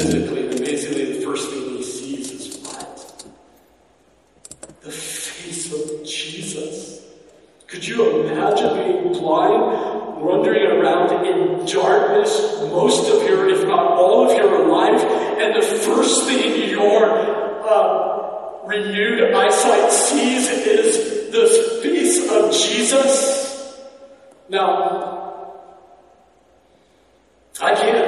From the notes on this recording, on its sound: PLEASE EXCUSE THIS WEEK'S AUDIO QUALITY. WE EXPERIENCED SOME TECHNICAL DIFFICULTIES.